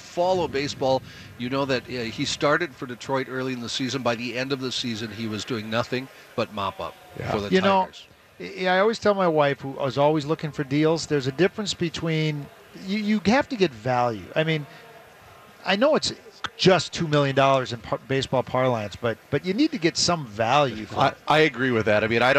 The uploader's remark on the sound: live from the Venture Bank Minnesota Golf Show